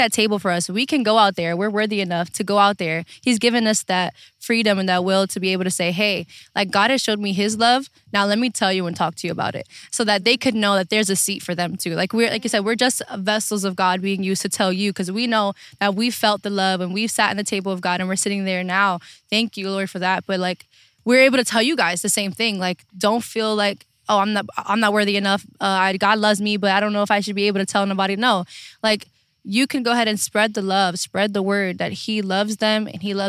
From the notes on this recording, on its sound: sit outside in their makeshift table